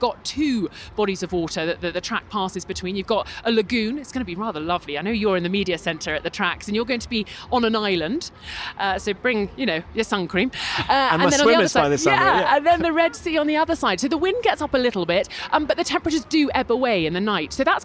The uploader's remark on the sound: It’s an F1 Nation fiesta, recorded at the Autodromo Hermanos Rodriguez. Crash Red Bull’s post-race party.